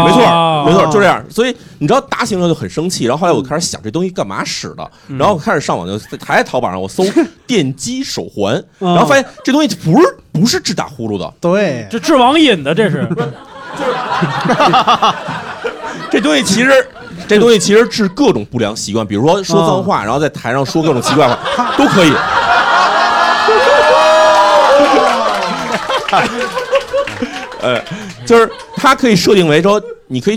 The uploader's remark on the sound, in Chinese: 混入现场观众。一边作为观众现场观摩谐聊录制，一边积极举手插话。现场效果炸裂，圆满完成一场宾主尽欢的线下会晤。